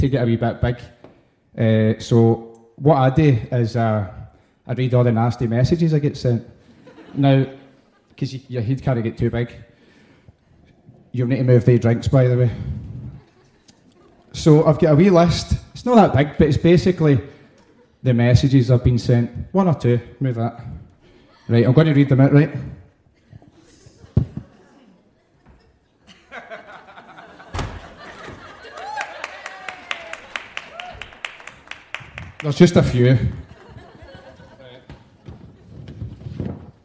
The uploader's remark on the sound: Live at St Luke’s